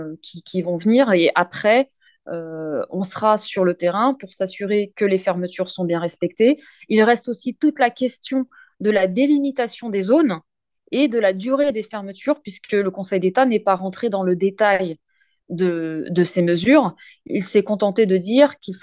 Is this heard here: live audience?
no